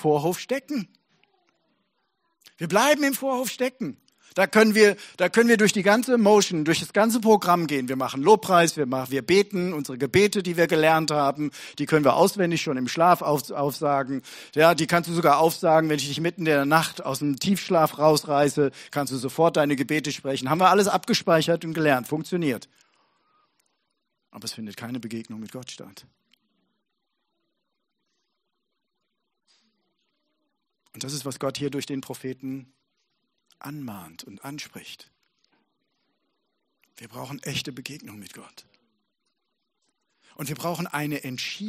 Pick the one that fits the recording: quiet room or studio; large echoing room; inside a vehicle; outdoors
large echoing room